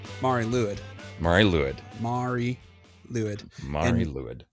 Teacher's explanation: In Welsh, a W, when it's used like a vowel, is an oo sound.